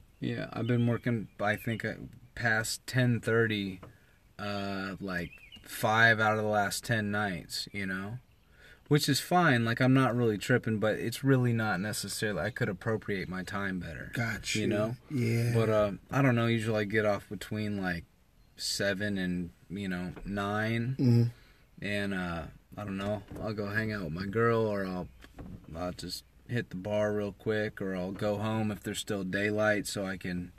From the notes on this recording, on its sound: Recording from his truck. In Indianapolis, Indiana.